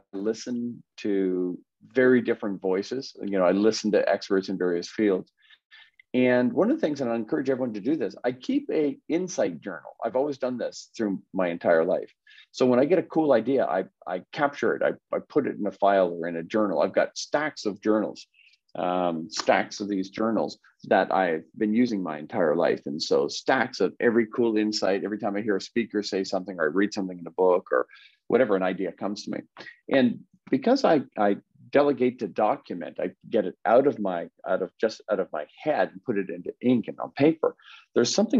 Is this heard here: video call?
yes